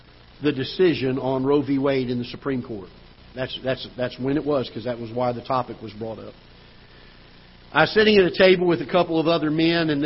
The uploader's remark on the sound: Ketha Heights Baptist Church ~ Live Broadcast